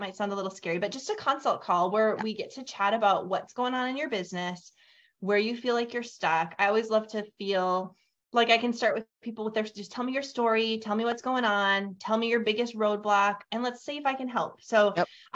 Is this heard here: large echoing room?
no